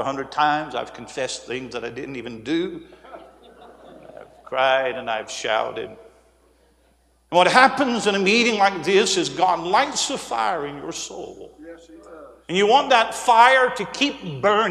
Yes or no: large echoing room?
yes